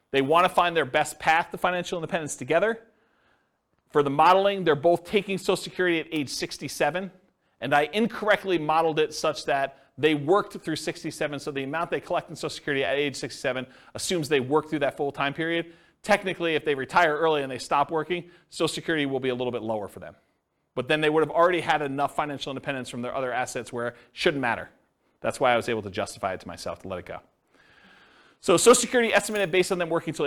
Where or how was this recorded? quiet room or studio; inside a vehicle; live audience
live audience